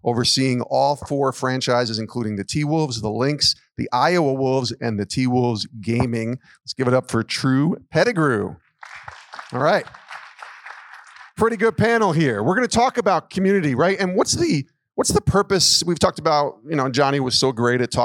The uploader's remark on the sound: You will hear one of the two panel sessions from this past summer's Christians Working in Sports (CWS) Conference.